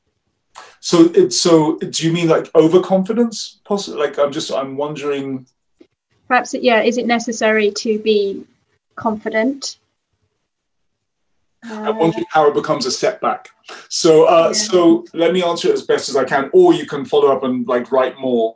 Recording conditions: video call